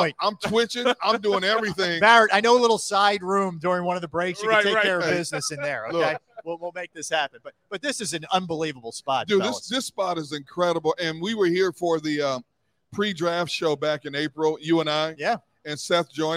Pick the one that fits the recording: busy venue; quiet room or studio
busy venue